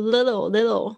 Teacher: 它会有一个潜在的规则，就是它会浊化变成 l 的声音